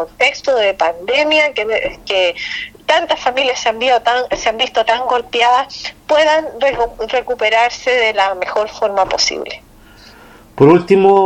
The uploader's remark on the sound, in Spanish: EN CONVERSACION TELEFONICA